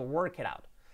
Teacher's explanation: Y la T pues se convierte en una R suave